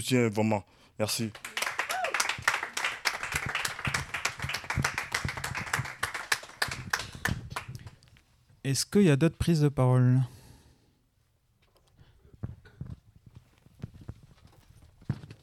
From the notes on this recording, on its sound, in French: Après la projection du documentaire *"Les petites mains invisibles"* sur la lutte des salariés d'ONET , débat et discussions. Dans le cadre du Festival contre le racisme et le fascisme organisé à Brest.